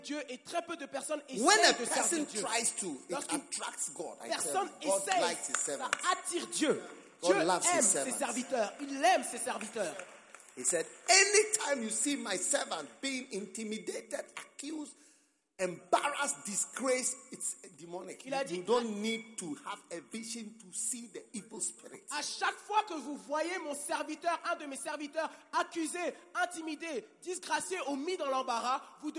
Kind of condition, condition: setting, live audience